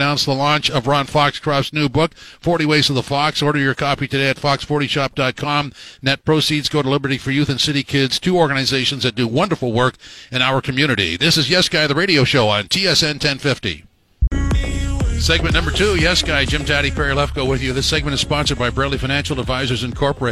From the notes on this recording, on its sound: live from Princess Margaret's Road Hockey to Conquer Cancer